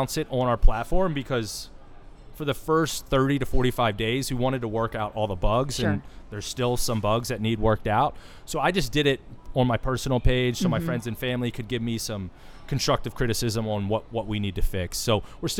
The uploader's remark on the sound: The interview takes place at the Tiki Thai in Reston Virginia.